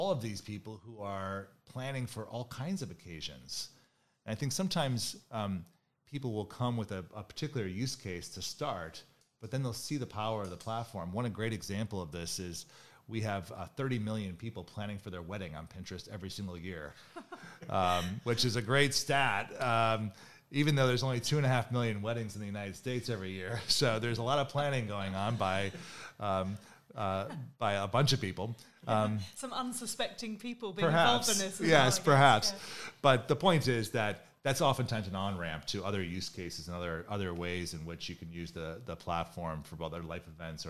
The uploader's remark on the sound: Recorded live in Cannes in June 2019.